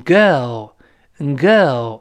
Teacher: 英联邦国家呢就直接读成 go，go，它就去掉了那个卷舌音了，字母 r 不卷舌了，发 a，l，go 是这么一个。那跟它特别类似的就是世界那个词 w o r ld，那那么美国人呢就不好读，他先发 r，再发 l，再发那个的 l 还是发 o，所以世界在美国这么读，跟老师大声读起来，world。world，哎，好多人容易把它误读成 word，word 那就成单词那个词了，那个 l 的声音就没了啊。world 有个哦哦这个声音，再读一遍 world，world，哎，很好读，对吧？哎，英联邦国家呢，还是去掉那个卷舌的动作，读成 world，world。哎，就是发 l l 这么一个声音，哎